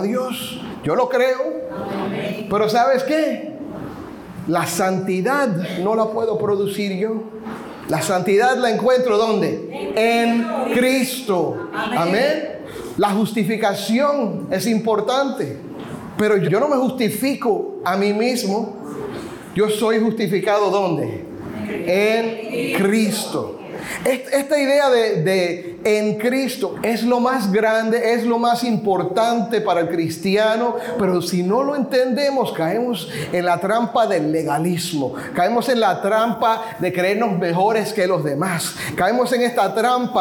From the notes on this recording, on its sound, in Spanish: Compartimos el audio de una reciente conferencia de pastores